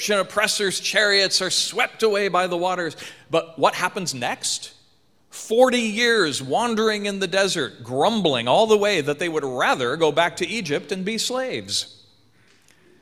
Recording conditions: large echoing room